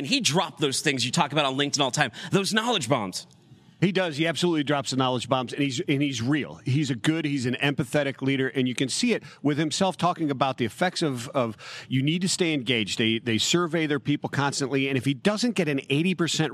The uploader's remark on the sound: The LIVE desk sets from the 3PL Summit. Live from the main desk.